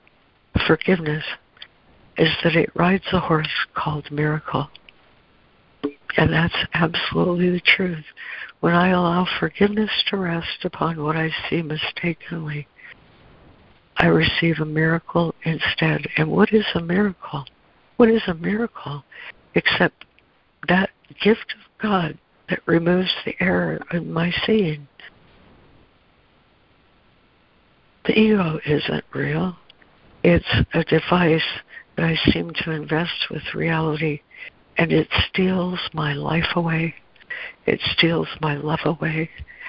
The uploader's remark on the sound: ACIM Daily Conference Call